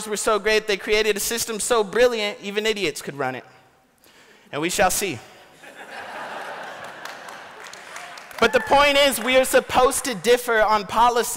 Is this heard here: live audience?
yes